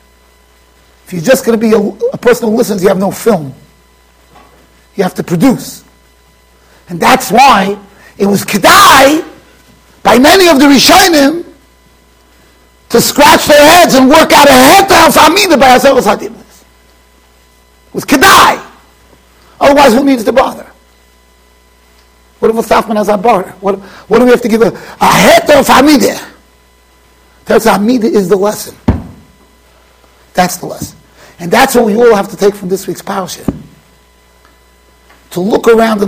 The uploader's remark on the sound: Shiur recorded in Yeshivas Ohr Reuven, Monsey NY.